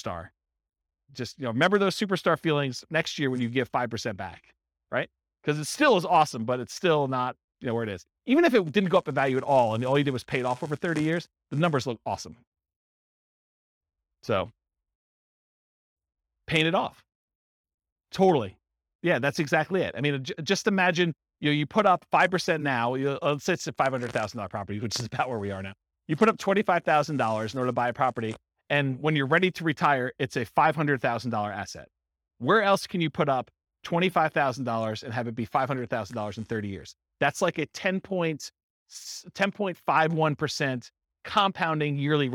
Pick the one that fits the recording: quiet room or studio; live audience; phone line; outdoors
live audience